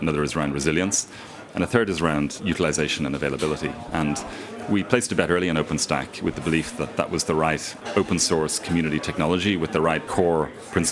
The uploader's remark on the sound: In this livecast from the Structure Conference in San Francisco